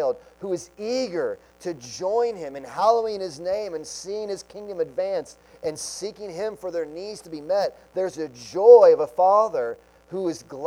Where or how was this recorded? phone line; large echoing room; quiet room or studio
large echoing room